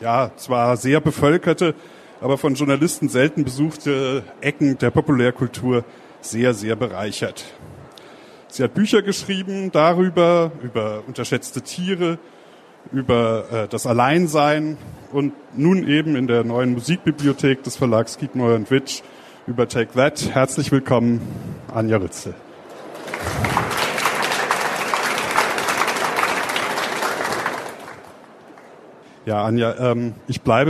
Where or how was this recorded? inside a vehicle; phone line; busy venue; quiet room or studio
busy venue